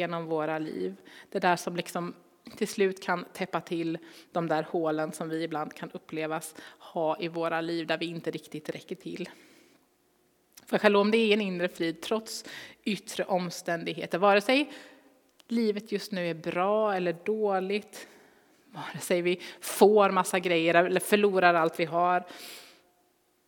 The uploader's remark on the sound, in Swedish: Inspelning från Immanuelskyrkan Skövde.